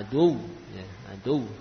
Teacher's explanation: ketika kita waqafkan suaranya dinaikkan. Ya, adu, ya, adu sehingga tampak tasydidnya.